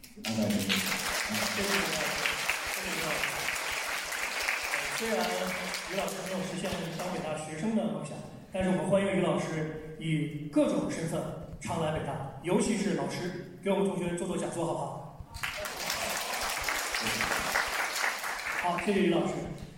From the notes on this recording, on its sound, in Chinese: 主创团队做客北京大学。在百周年纪念讲堂李莹厅与北大师生展开了深入的交流。北京大学广播台记者来到现场，跟踪报道了这一场重大而珍贵的活动。